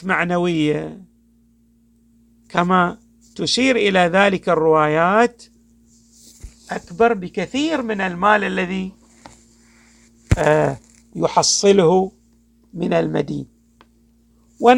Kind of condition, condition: setting, large echoing room